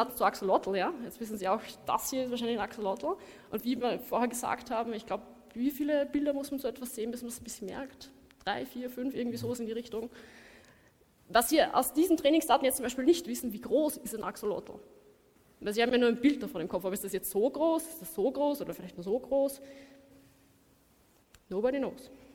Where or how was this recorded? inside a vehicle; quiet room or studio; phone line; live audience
live audience